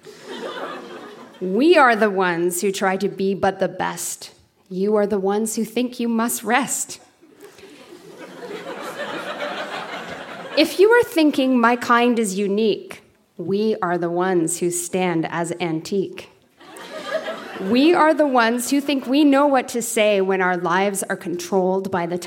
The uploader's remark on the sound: Recorded live at The Spice Factory in Hamilton.